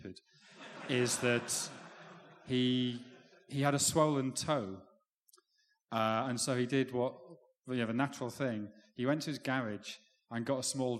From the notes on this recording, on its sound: The first half of the Blizzard's live Q&A event held at the WS Society in Edinburgh.